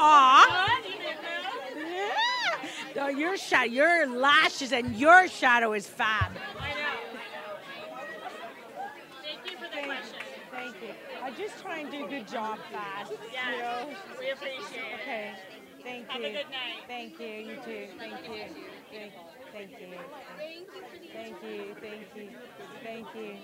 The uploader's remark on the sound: Live from The Canadian Screen Actors Awards Red Carpet.